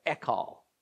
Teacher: in biblical Hebrew, the H sound is barely audible, almost silent. In other words, not hekal, but ekal.